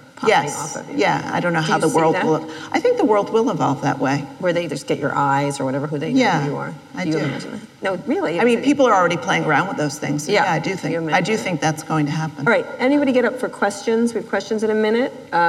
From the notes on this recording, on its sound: live interview recorded at An Evening With Code Commerce in Las Vegas